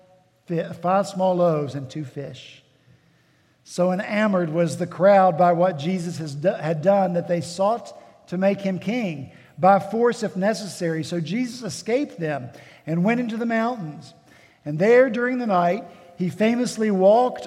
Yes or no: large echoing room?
yes